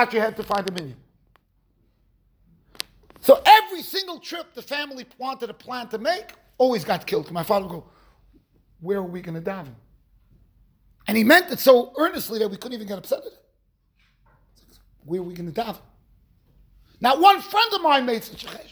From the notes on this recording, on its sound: Shiur recorded in Yeshivas Ohr Reuven, Monsey NY.